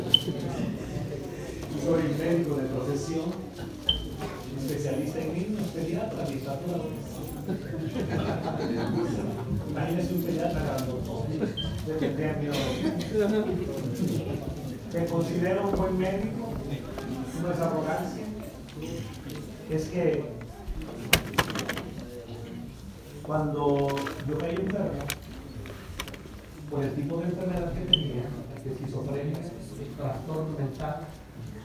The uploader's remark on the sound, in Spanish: Desde Honduras. Grabado en vivo.